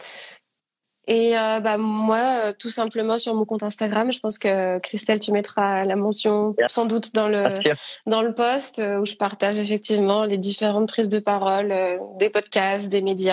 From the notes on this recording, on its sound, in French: live enregistré sur Instagram